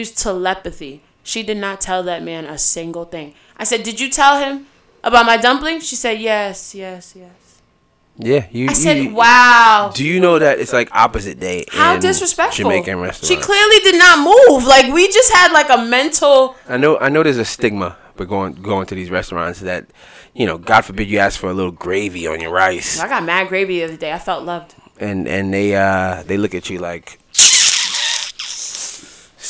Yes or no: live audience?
no